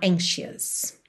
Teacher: E atenção que você não diz anxious. Você não desenha esse O-U. É mais aquele som bobo